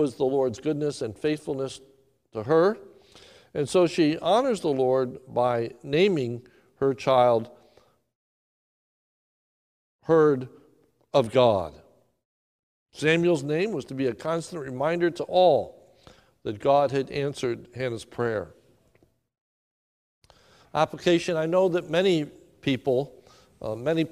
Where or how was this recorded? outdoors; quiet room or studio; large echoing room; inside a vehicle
large echoing room